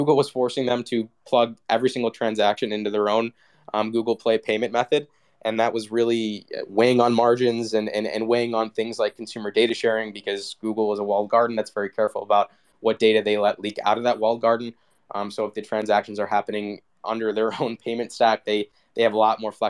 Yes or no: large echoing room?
no